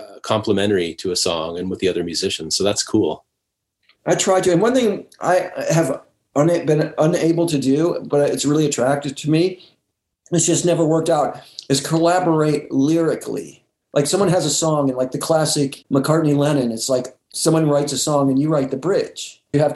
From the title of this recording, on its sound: Remote Zoom